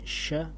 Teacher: sifatnya suaranya, aliran udaranya menyebar